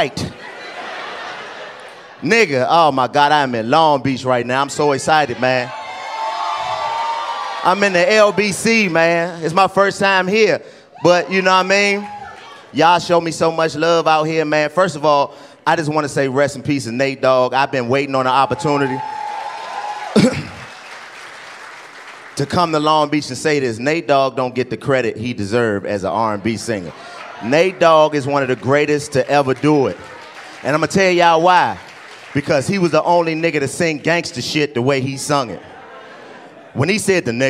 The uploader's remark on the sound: The 85 South Show hit the west coast for live comedy shows in Long Beach and San Diego.